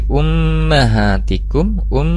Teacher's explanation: ada mim tasdid, maka gunnah musyaddadah, dan di haknya dibaca 2 harkat.